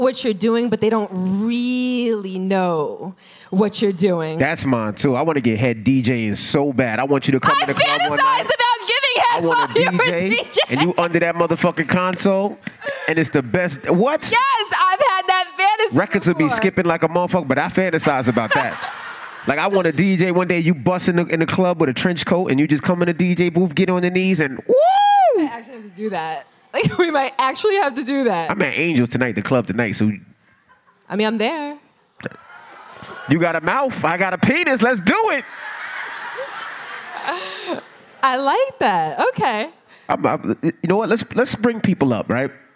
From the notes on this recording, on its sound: Live At Sony Hall NYC.